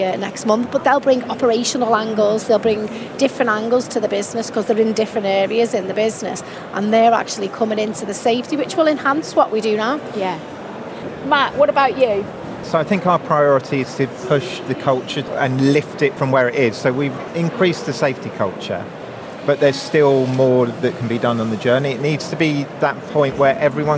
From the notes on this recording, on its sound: In this episode, we drop in on a panel debate. Recorded in the Operational Excellence Theatre at Safety & Health Expo in May.